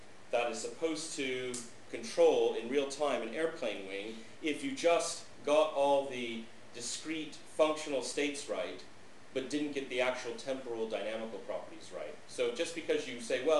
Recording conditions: large echoing room